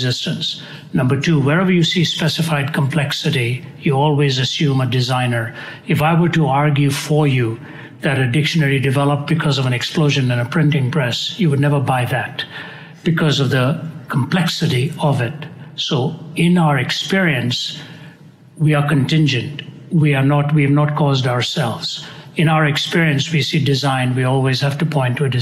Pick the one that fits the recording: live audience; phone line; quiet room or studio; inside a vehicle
live audience